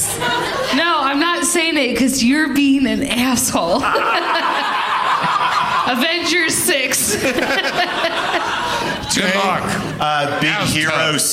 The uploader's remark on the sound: Live from Hyena's Comedy Nightclub in Dallas